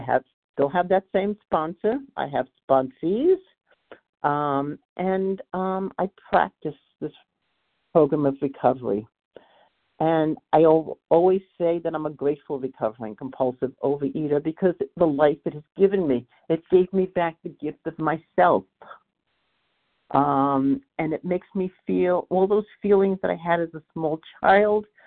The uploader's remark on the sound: qualification from the 100 Pounders Phone Meeting